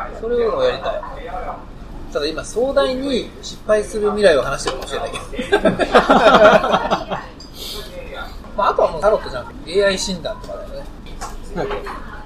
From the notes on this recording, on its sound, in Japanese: GWロケ回で車で話した。